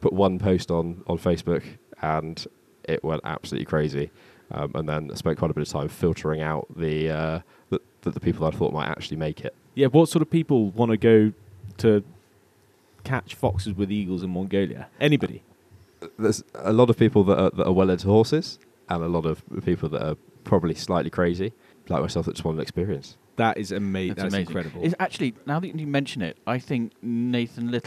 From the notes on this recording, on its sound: A "work trip" to the Atlas Mountains. We bring you a podcast they recorded on the balcony of a 5* hotel in the burning North African sun.